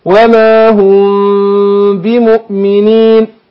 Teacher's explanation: شوف الإخفاء بتاع الميم، وما هم، حركتين برضو الغنة